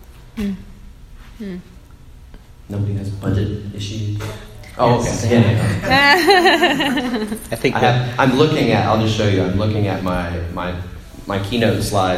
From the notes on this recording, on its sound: Recorded live and the Indana Convention Center at the General Assembly of the Church of the Nazarene.